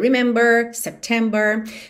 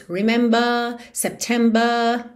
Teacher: o inglês britânico tende a não enrolar a língua e alongar um pouco a vogal anterior · Shown in: second take